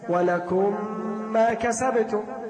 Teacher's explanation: نلاحظ الميم الأولى عارية، الميم الثانية مشددة، فهنا تقرأ الميم الأولى مدغمة في الثانية بإطباق الشفتين، ومقدار الغنة يكون هنا حركتين · Term: إدغام شفوي